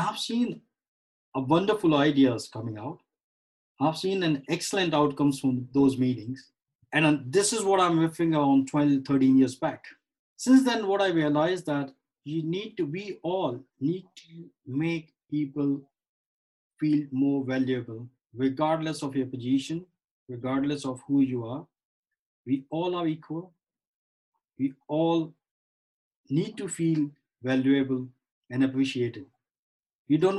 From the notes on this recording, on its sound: Over Zoom.